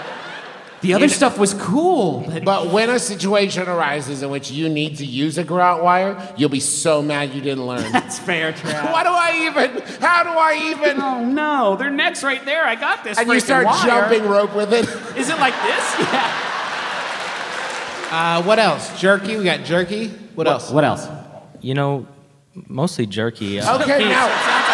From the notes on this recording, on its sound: our big, wild live show from Atlanta